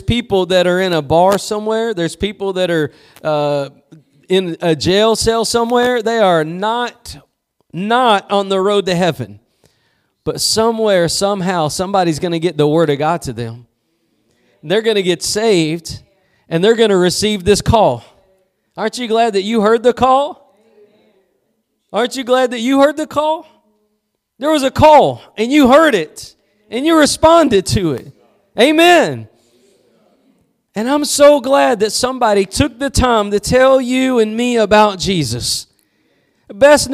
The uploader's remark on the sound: Preached at Gospel Lighthouse in Bossier City, La.